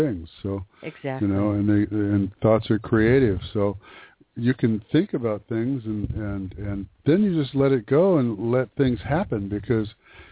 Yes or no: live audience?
no